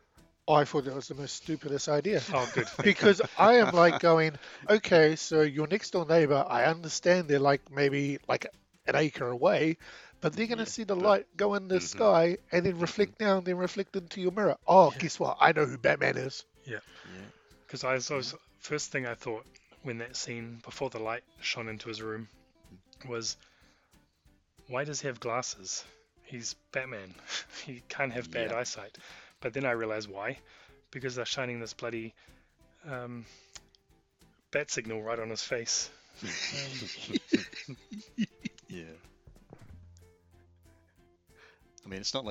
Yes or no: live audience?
no